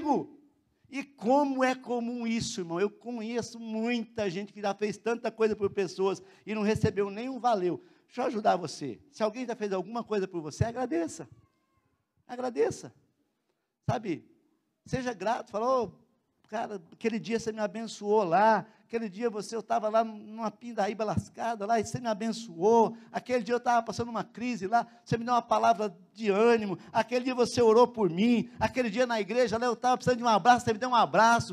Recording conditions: large echoing room